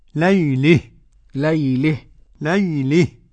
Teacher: لو وصلناها كده ما فيش حاجة، إذا وقفت عليها قرأها الكسائي بالإمالة